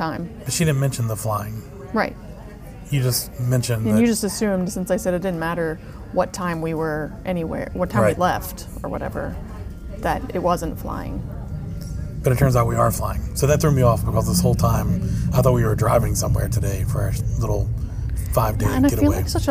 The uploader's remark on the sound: Live From the Parks